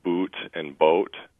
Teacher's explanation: So we tend to have very long and monophthongal oohs